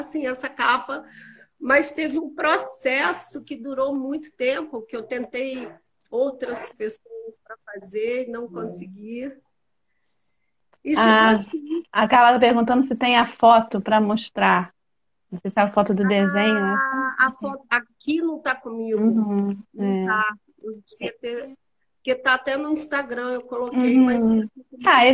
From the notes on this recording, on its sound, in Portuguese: Áudio da Live feita no Instagram